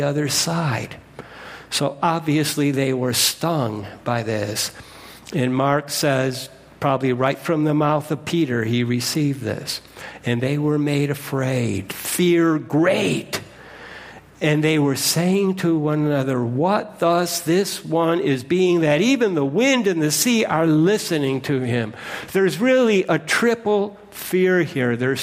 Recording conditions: large echoing room